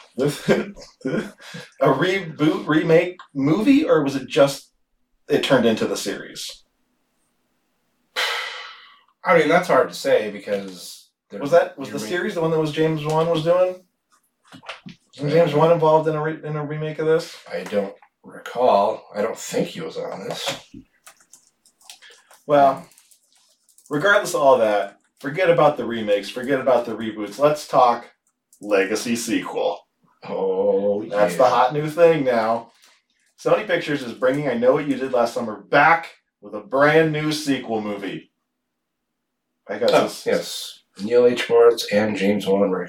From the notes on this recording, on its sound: We made an oopsie with the sound on this one.